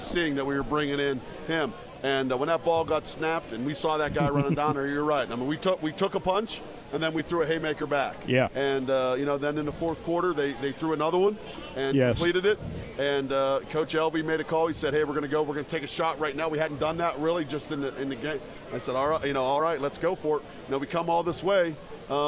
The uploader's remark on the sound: Live from Bishop Guilfoyle Catholic High School on Talk Radio 98.5 WRTA, Altoona PA.